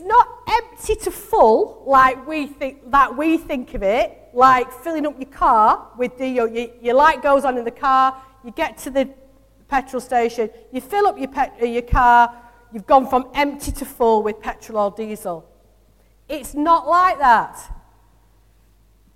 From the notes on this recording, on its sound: Recorded from our Sunday morning service. Metro Christian Centre - Bury.